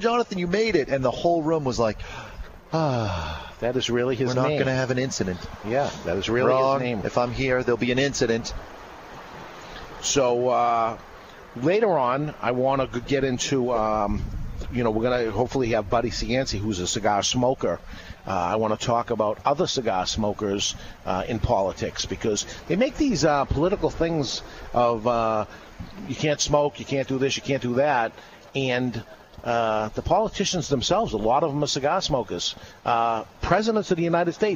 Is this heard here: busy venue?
yes